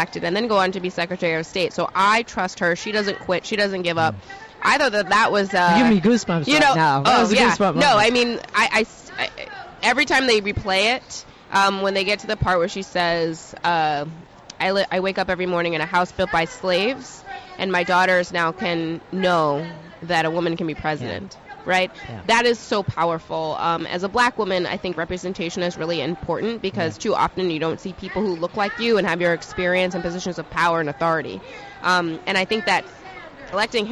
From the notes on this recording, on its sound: LIVE At DNC. Live from the DNC in Philadelphia.